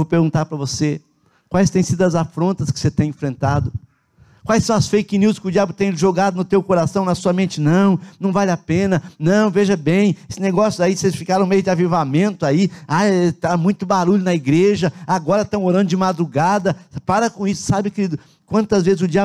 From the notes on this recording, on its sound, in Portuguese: na Igreja ABA Curitiba (Transmitido ao vivo)